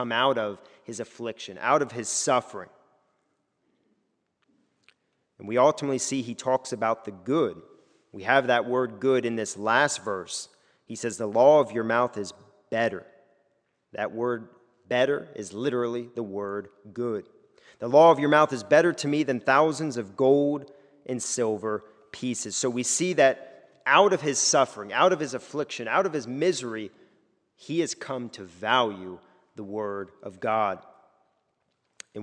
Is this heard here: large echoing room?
yes